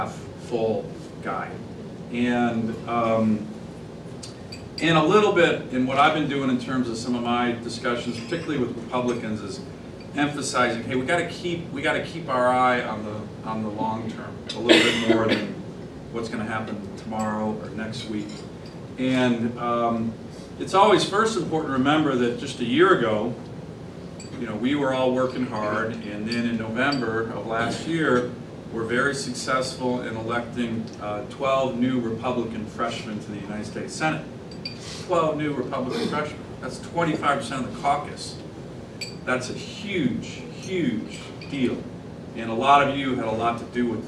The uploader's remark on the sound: WASHINGTON, DC. In remarks to a breakfast meeting of The Ripon Society.